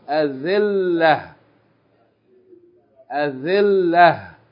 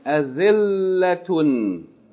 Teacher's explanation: If we stop on it, we pronounce the tarmabuta as ha with no vowels. · Shown in: first take